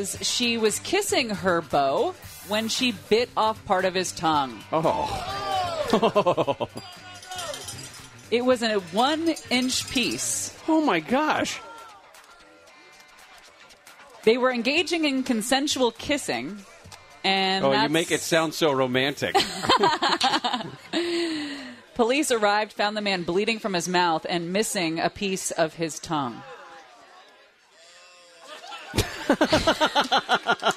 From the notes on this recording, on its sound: LIVE at HK's Bar and Grill in Rancho Cucamonga